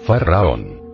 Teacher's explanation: El fa es de la escala musical. El ra es como un sonido grave. Se debe vocalizar con un doble R. Om viene a recordarnos el mantramón de la India, solo que este caso, en vez de llevar la consonante M, lleva la consonante N.